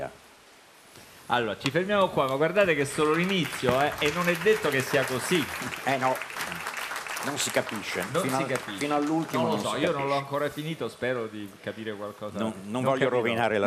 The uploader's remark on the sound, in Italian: In diretta da Mantova - Piazza Leon Battista Alberti - per la XXIII edizione del Festivaletteratura